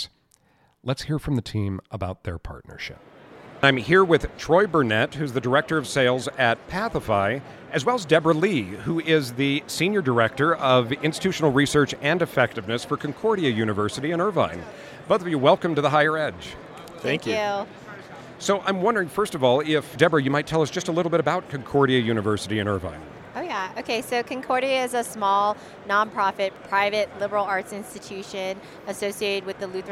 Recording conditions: busy venue